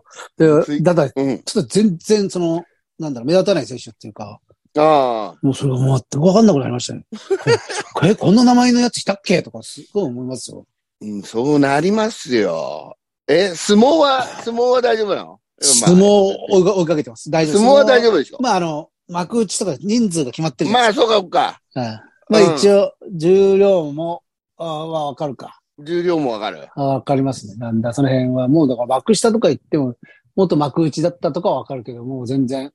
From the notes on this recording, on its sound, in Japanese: ZOOMで収録